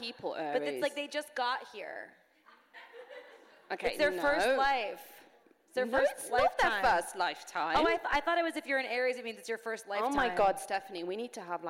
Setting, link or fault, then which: setting, live audience